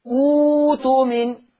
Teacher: لما ابتدي بهمزة الوصل مضمومة، همزة القطع الساكنة اللي بعدها هبدلها واو